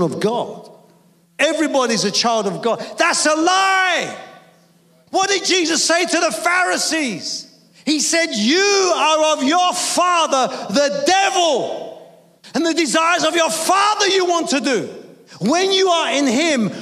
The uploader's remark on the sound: Preaching at a Church in Thailand.